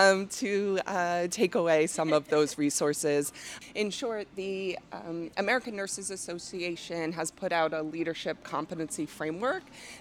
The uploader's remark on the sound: Listen to this live podcast from the 2023 Oncology Nursing Society (ONS) Congress.